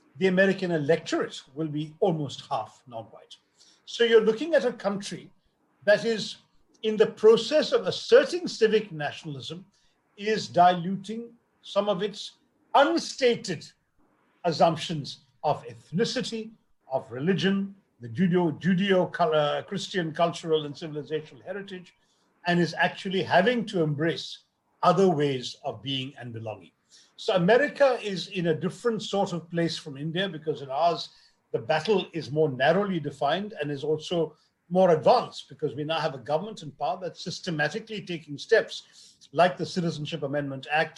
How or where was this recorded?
video call